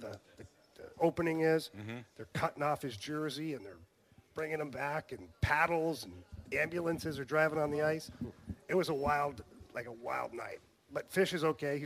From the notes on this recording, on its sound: live at Scott Airforce Base